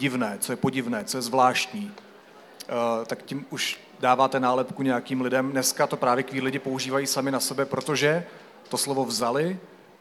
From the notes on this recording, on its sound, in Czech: Na knižním festivalu v Ostravě.